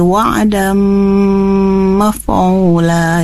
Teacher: itu kan idgham bi gunnah ya, membacanya masuk dengan dengung